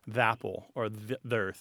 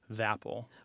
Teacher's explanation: Most of us will do the schwa sound almost always, or we will drop the schwa and put that unvoiced TH, kind of alight it with the following word that begins with the vowel sound.